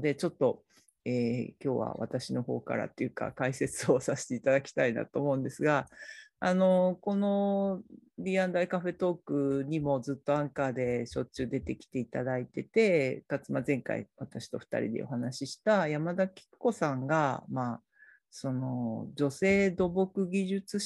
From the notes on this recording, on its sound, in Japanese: 収録場所： オンライン (Zoom)